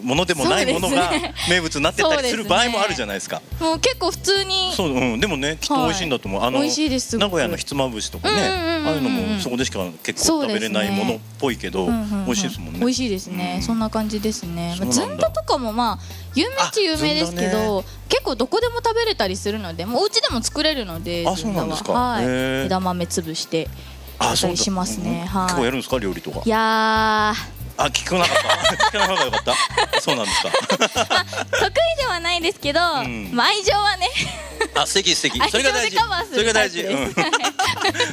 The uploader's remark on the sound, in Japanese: 川崎モアーズ屋上ビヤガーデンをお借りしたライブイベントでの公開収録。